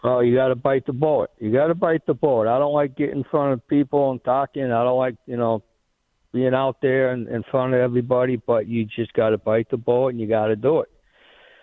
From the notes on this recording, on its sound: take some phone calls